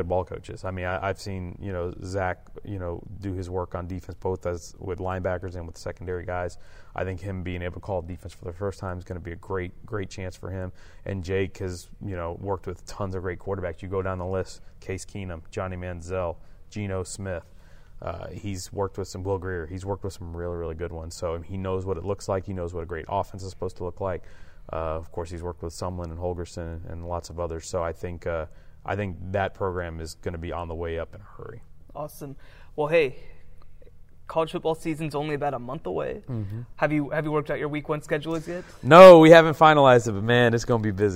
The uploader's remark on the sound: Live from THSCA Coaching School